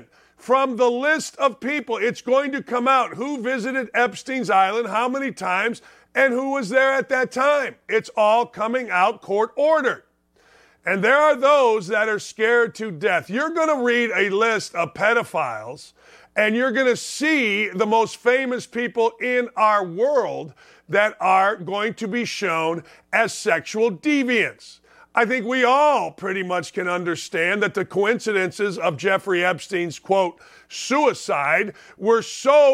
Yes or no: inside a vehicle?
no